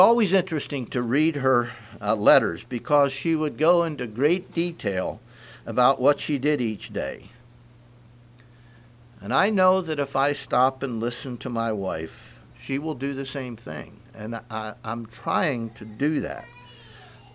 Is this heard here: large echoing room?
yes